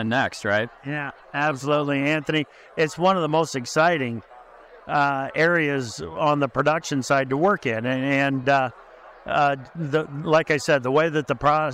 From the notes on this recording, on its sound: Our first program today features more conversations recorded at NAFB's Trade Talk event.